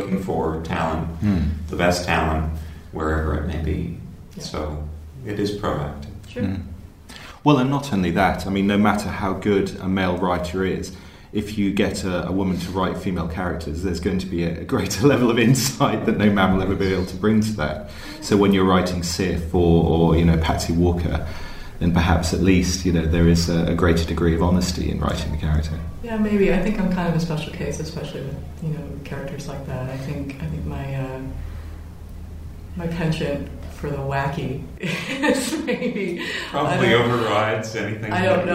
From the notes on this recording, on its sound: In a pair of interviews recorded at the Lakes International Comic Art Festival in Kendal